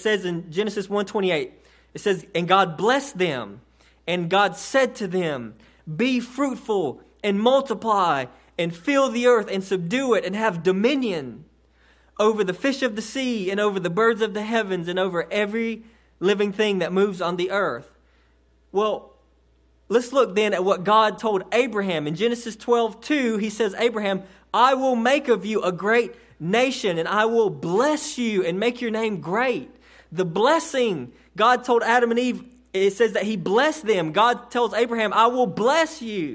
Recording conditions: large echoing room